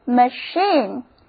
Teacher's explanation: 重音放在第二个音节上， A 字母发 A 的音， I 字母发 E 的长音